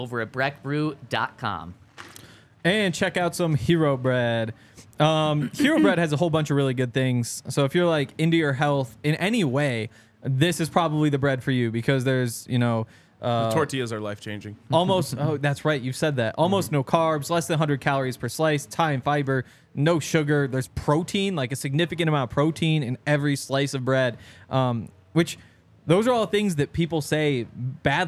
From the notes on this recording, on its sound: coming to you LIVE from the DNVR Bar